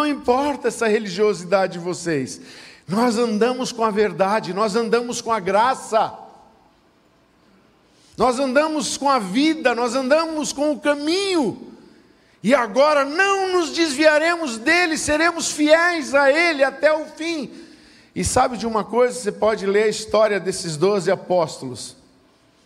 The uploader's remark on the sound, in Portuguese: Culto de Celebração. Na Igreja ABA Blumenau (Transmitido ao vivo).